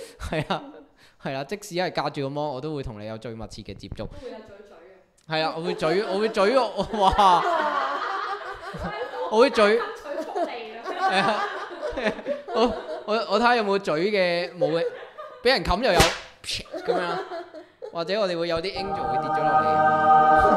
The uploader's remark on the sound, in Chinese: 今次係有現場觀眾